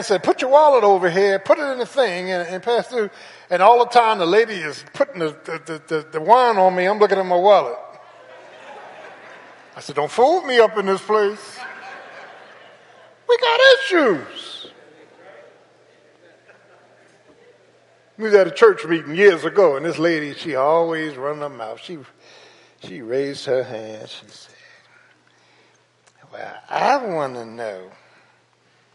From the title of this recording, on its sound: Sunday Morning Service 8.28.22